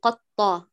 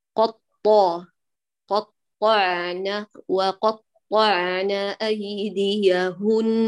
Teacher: فلا نقول قطا، لا تجعليهما بذات القوة، ضيفي إلى الطاء إطباقه فتجديه يقوى · Shown in: second take · ولو اتفق مع القاف كونه مفتوحا قا وطا. · Term: مطبق